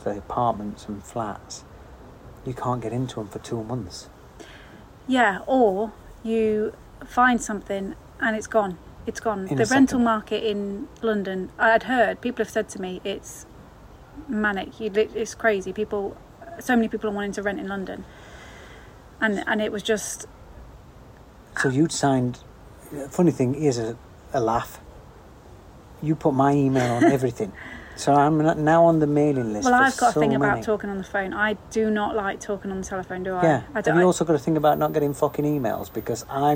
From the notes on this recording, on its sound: This is a rambling catch-up, recorded in the garden (home studio not quite ready yet). Again, apologies for audio quality!